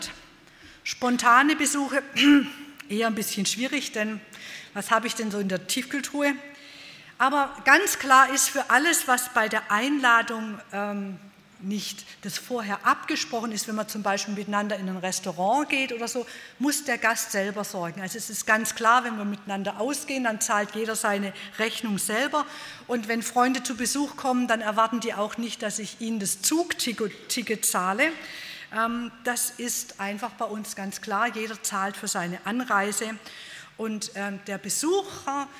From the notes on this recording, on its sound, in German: bei einer Veranstaltung der Liebenzeller Mission